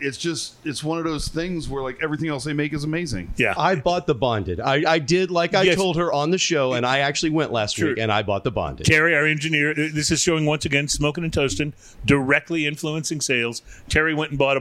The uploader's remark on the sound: We Are On Location at the Vinyl Draught Social Club, Keemah, TX